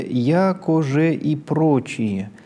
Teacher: «Я» — ударное, основной тон. «Ко» — повышение основного тона. «Же» уходит на основной тон. «И» — опять небольшое повышение относительно основного тона.